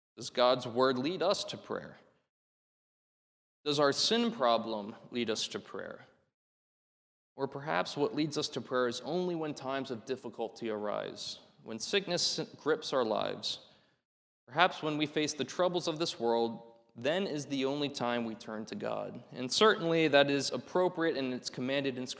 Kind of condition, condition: setting, large echoing room